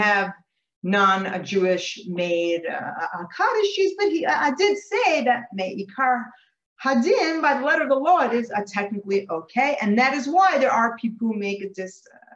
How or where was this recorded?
video call